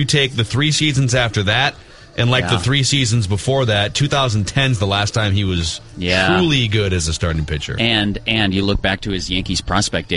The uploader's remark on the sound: Live from Twins spring training in Fort Myers.